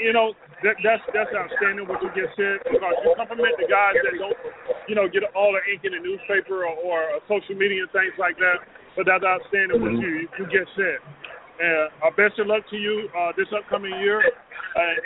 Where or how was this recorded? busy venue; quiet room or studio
busy venue